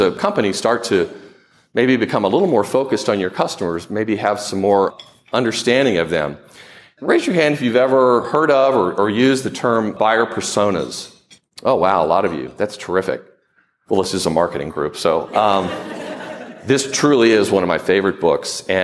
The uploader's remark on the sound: presenting the audio from a presentation I made recently to the American Marketing Association Triangle Chapter in Raleigh North Carolina